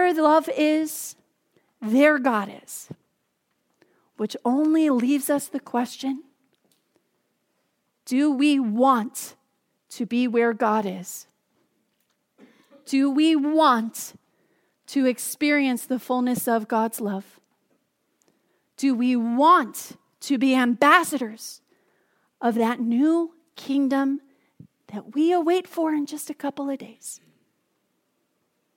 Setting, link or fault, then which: setting, large echoing room